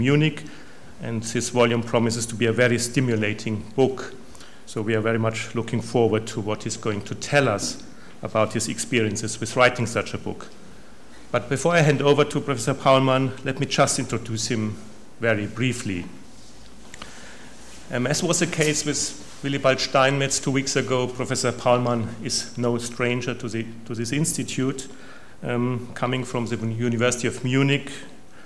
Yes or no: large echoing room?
yes